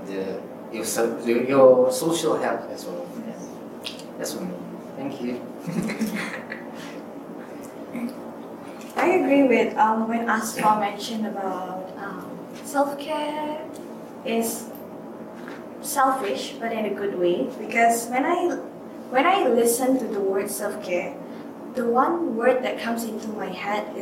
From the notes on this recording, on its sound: With future teachers of Institut Pendidikan Guru Kampus Tun Abdul Raza (IPGKTAR) in Kuching, Malaysia Borneo. We had just finished a workshop on making for wellbeing and wellbeing for making. This episode is recorded on one microphone, so there are a few little moments of quiet.